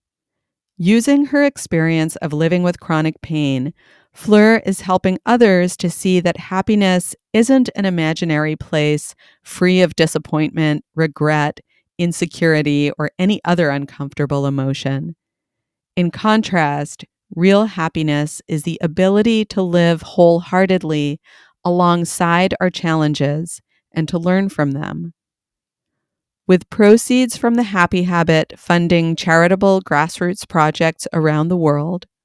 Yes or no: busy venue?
no